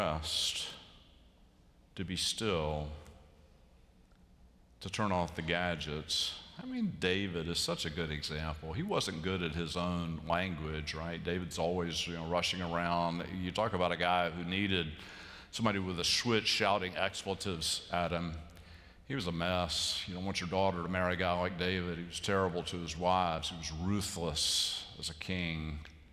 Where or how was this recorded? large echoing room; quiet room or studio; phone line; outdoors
large echoing room